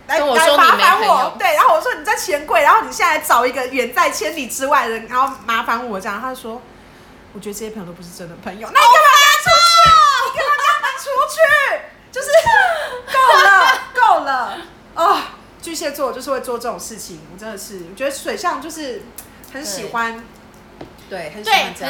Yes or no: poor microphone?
yes